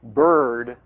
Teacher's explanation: in the word bird, the R sound is considered to be the vowel in that word. Okay, you really don't pronounce the I in bird.